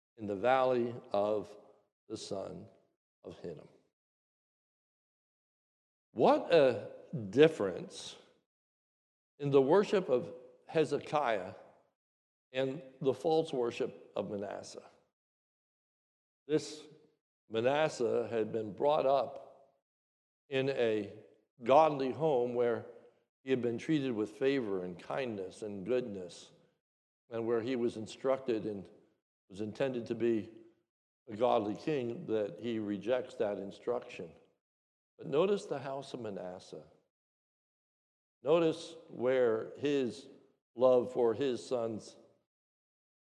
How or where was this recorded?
large echoing room